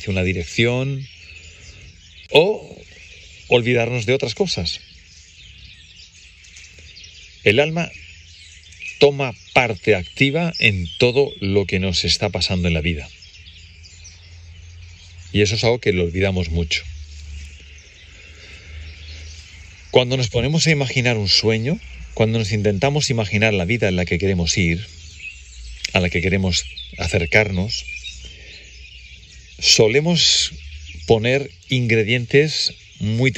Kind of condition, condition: setting, outdoors